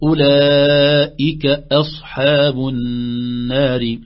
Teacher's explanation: آخر تنبيه أولئك أصحاب النار ثلاث همزات متتالية نحذر من التسهيل نقول أولئك أصحاب النار لا نقول بتحقيق الهمزة مخرجها من الحلق